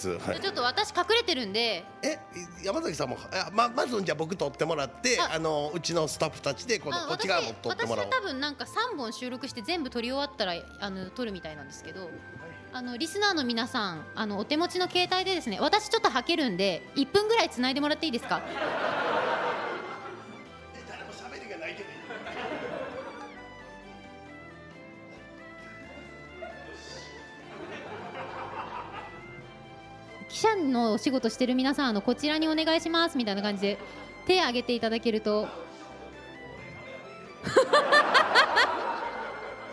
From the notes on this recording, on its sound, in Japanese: 公開収録回〉。甲冑でラジオをする人は初。昔の作り方をしたらガチャガチャ音はしない。